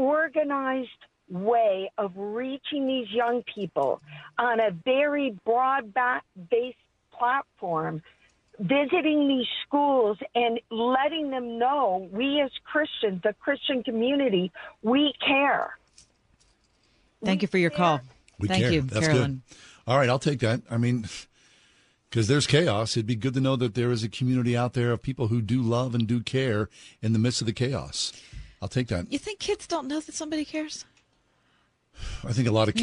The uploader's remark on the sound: We opened the phones to figure it out.